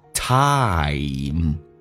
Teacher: I 这个发音先发啊，再发一，滑动到一